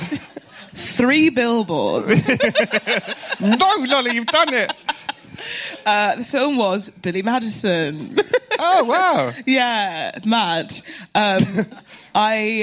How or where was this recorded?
live audience